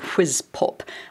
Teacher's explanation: that first sound, which we call a fricative sound, whiz, which has a lot of air in it. At least if you have an accent like mine, it has a fricative sound, so whiz pop.